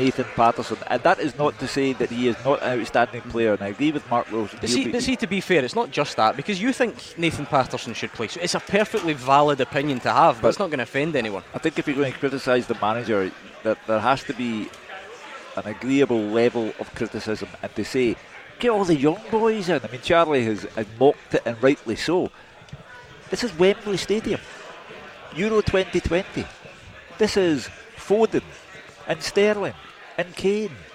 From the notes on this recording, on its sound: live from Scotland HQ at Drygate Brewery